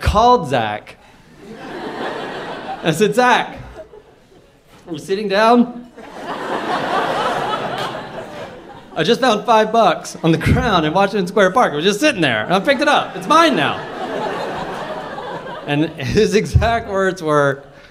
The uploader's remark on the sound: Live at the Bell House!